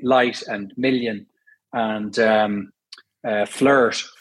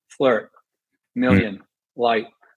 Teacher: So we say light and million and flirt, whereas Americans will say flirt, million, light. So it's a darker L. It happens at the back of the mouth. · Shown in: second take